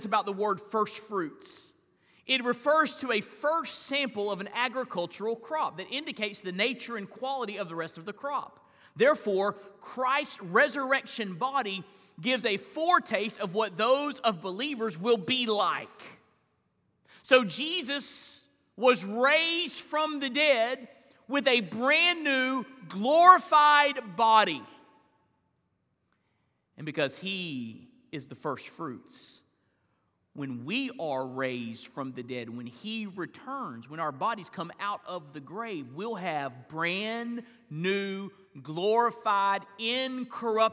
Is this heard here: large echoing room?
yes